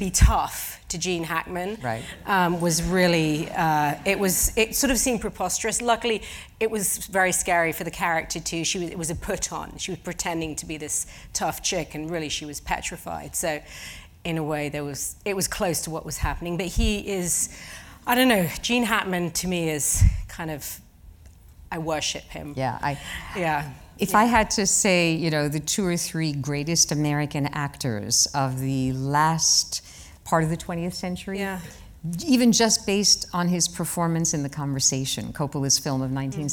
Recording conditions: live audience